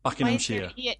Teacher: We don't say shire like that. We say sheer.